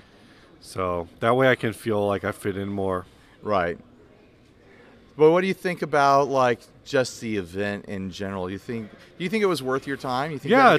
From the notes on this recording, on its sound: Podcasting at Gear Fest. Casually recorded this episode in the lobby area of Sweetwater.